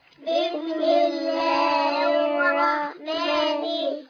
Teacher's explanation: باء كسرة، سين سكون، ميم كسرة، نون جلالة لا يقطع، ألف وصل في وسط الكلام لا ينطق، لام شمسية مضغمة لا تنطق، راء شدة وفتحة مفخمة